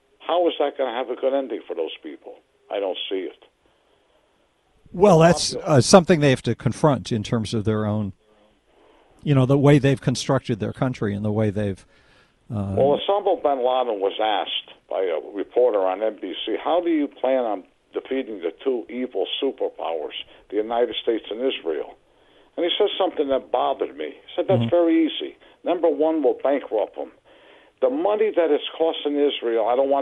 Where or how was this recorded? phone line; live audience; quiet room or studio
phone line